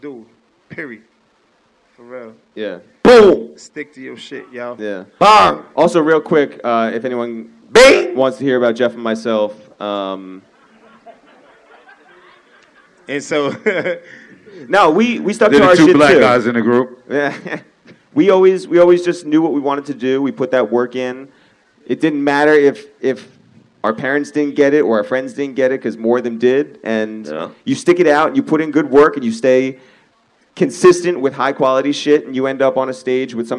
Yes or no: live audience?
yes